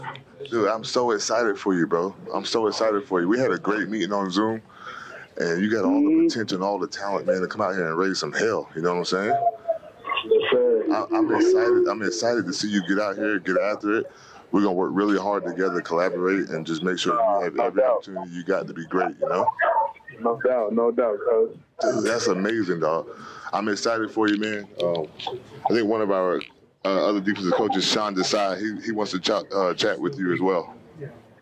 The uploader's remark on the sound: press conferences and phone calls from draft weekend